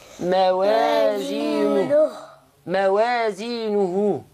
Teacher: هنا واو صغيرة صلة صغرى تمد حركتين تبقى ايه موازينو موازينه.